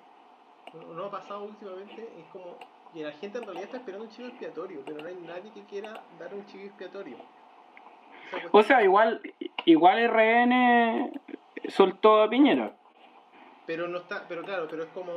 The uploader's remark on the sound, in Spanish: Por culpa de mercurio retrógrado, tuvimos problemas con la grabación, así que idealmente escuchen el programa con audífonos.